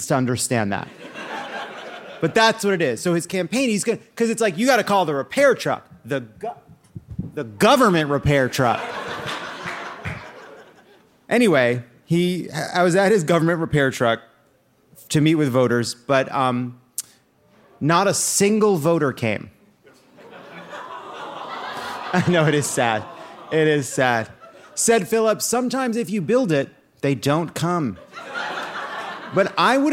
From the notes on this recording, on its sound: a brand-new episode, live from The Lodge Room in Los Angeles